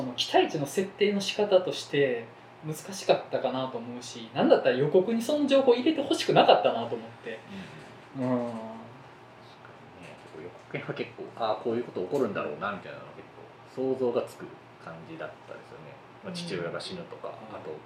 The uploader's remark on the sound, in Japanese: 収録環境の問題で音質が悪いです。